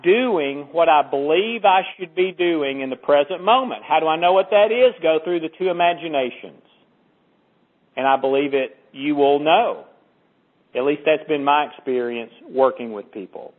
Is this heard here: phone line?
yes